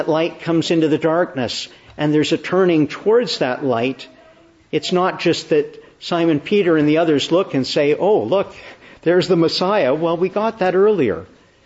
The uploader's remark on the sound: Morning Service. Preached in the Annunciation of the Blessed Virgin Mary, Ottawa, on the Third Sunday after Epiphany.